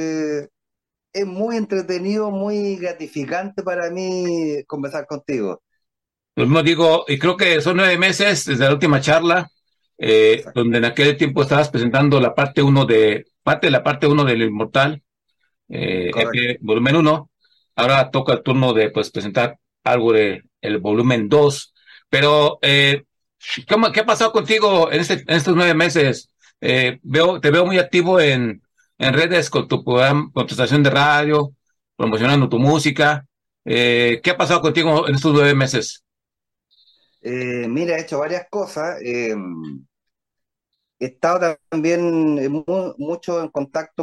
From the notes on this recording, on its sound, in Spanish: Charlamos via zoom.